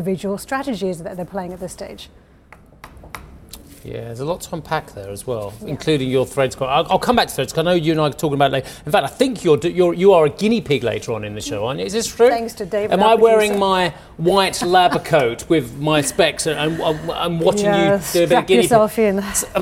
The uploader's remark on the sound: We are live in Vienna at the Opec seminar